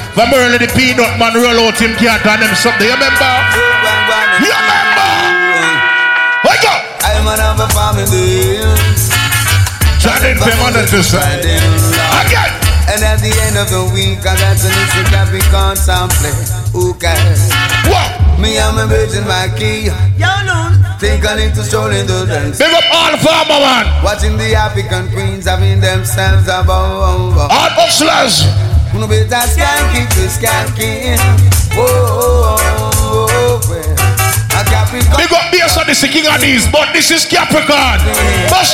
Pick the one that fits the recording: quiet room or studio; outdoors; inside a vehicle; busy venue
busy venue